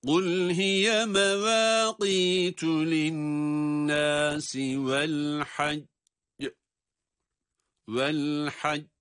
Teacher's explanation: cim harfini iki defa okuyacağız ama kalkale harfi olduğu için ikinci duruşumuzu sesi patlatarak okuyacağız. Yani mahreci depreterek ses kuvvetli bir ses çıkacak.